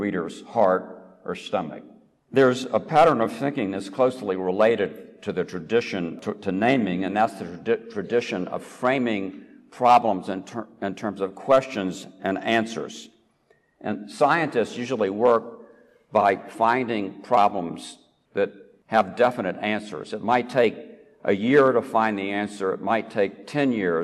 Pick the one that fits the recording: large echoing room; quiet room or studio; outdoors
large echoing room